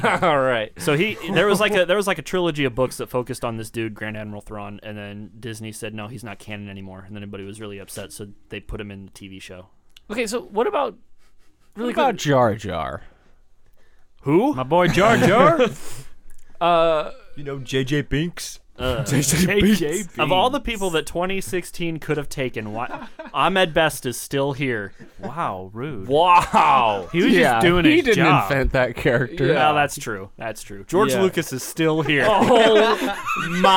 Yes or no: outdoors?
no